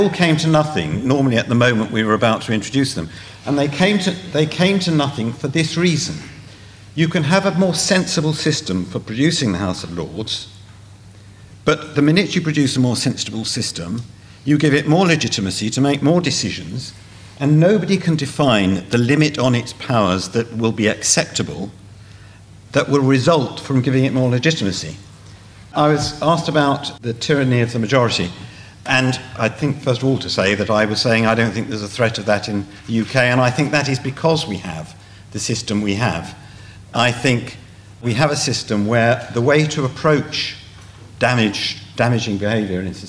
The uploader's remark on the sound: Audience Questions